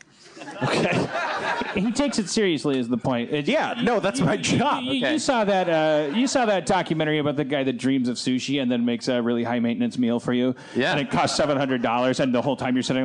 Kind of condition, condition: setting, busy venue